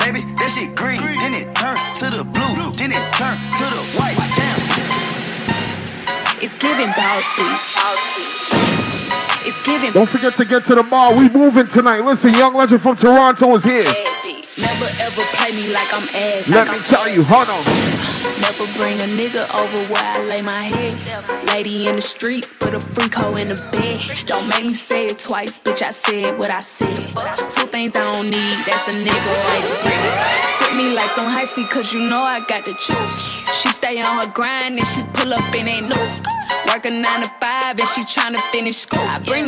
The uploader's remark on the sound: LIVE AUDIO RECORDING CLIP. INSIDE ZEN NIGHT CLUB HAMILTON ON MAY 21, 2022.